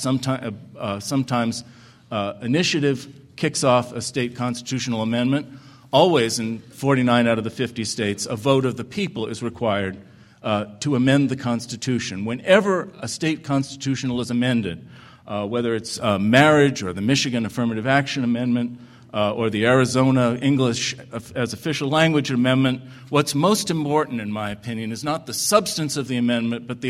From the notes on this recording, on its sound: The Federalist Society presented this Showcase Panel at the 2006 Annual National Lawyers Convention on Saturday, November 18, 2006.